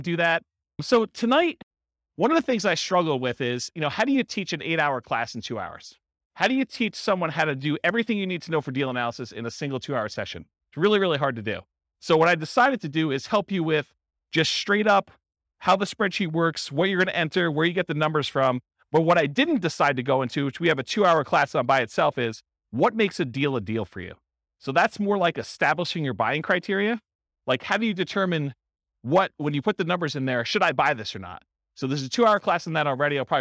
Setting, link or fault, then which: setting, live audience